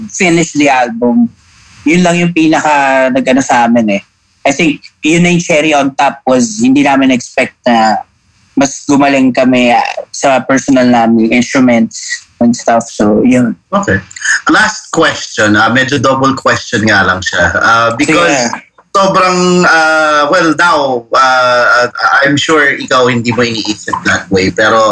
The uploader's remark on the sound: Behind the Song was produced, recorded, and distributed under quarantine by Big Baby Studios. Do excuse the not so great audio, this episode was recorded over Zoom.